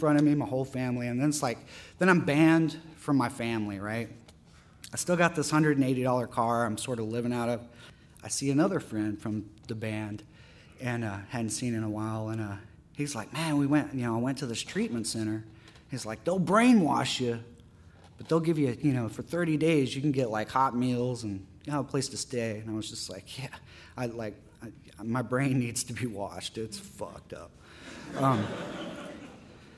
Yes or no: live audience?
yes